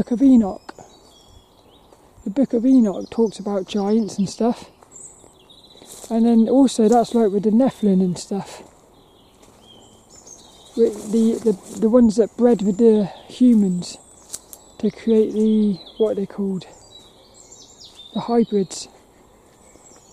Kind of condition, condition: setting, outdoors